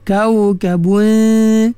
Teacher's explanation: Az-zujajatu ka'annaha kau kabun, kau, lembut kan, kau, tak mahu kau, tak mahu, kau, kaf tu rendah, kau kabun. Jadi bunyi tang waw tu bunyi lin, harfu lin, lin, waw sukun sebelum dia fathah.